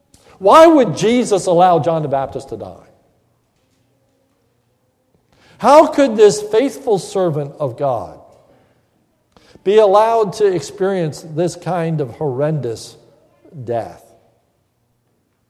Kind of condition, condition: setting, large echoing room